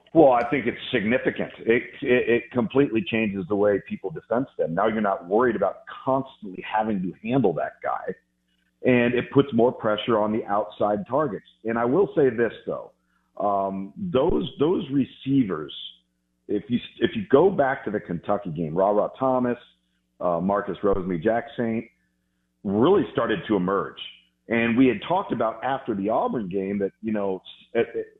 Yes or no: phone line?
yes